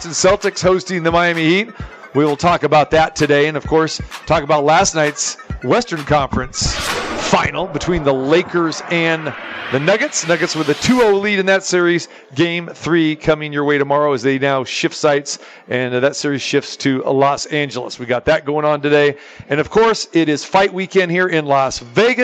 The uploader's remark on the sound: Live From The Super Book at the Westgate Las Vegas